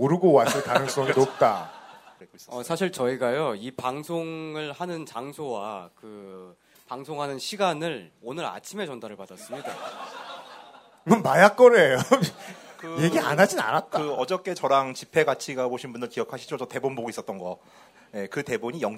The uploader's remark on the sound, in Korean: 200회 특집 공개방송